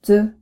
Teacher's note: 次のずは、つという音を構成する二つの子音、と、すを両方とも有声音にした、ど、ずから構成されています。前回練習したずと似た音に聞こえるかもしれませんが、あのずは摩擦音ですから、舌が上顎につきません。今回練習するずは、どという破裂音で始まりますから、最初は舌が上顎の内側の歯茎についています。次は、ちょ。これは、とという破裂音の子音の直後に、しょという摩擦音の子音が来て、ちょとなったものです。との破裂音で、舌の先が上顎から離れると同時に、しょの摩擦音が出ています。前回、しょの発音練習の時にも申し上げましたが、この摩擦音は、日本語のしの子音よりも舌を少し